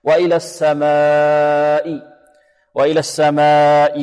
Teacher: أوجبوا مده أكثر من حركتين، وإن اختلفوا في المقدار، ثلاث حركات، أربعة، خمسة، ستة، وإن اختلفوا في المقدار فهم متفقون على أن المد المتصل يمد أكثر من حركتين · Term: مد متصل